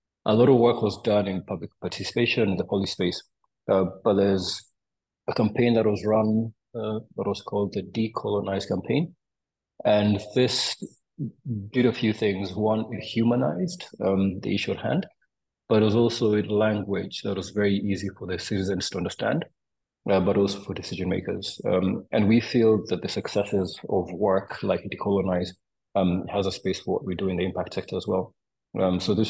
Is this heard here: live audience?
no